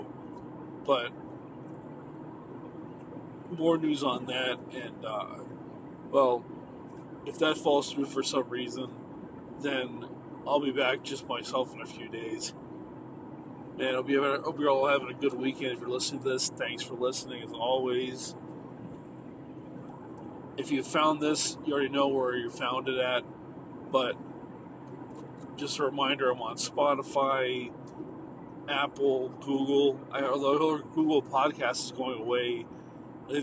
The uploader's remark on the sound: Just another night in the car on the road